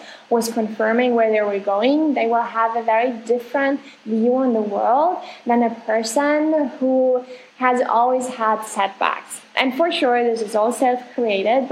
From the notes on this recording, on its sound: I want to excuse myself for the sound quality of this episode